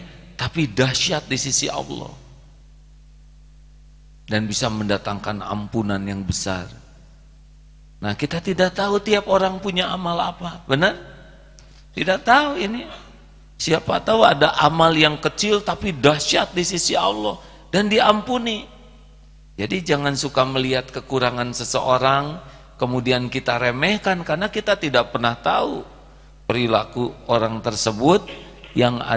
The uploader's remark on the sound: live dari Masjid Daarut Tauhiid Bandung